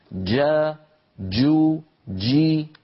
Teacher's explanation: الجيم الفصيحة صوتها محبوس، جا جو جي، وليست جا جو جي كما ننطقها في العاميات.